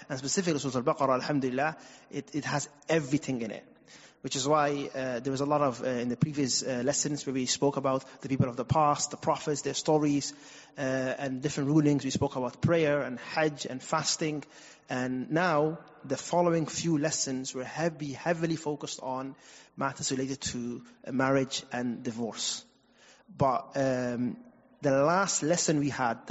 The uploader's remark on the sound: Recorded at Green Lane Masjid & Community Centre